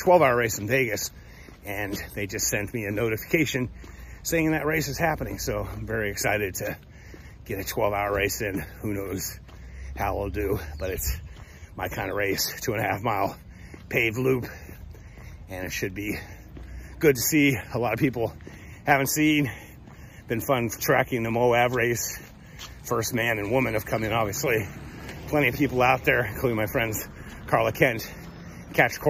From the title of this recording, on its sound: Walk Talk